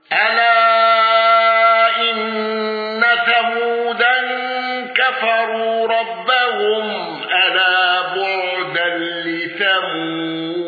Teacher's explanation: حفص بقصر المنفصل، واندرج معه يعقوب